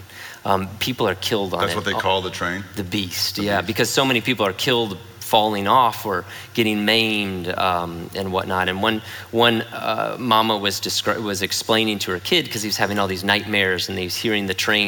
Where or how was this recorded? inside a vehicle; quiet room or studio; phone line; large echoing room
large echoing room